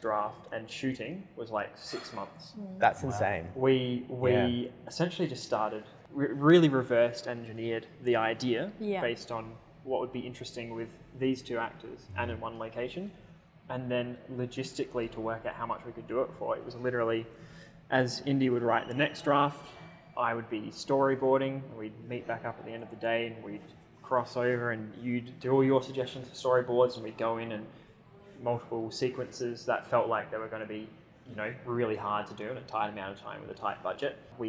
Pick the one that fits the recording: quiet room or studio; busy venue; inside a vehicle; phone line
busy venue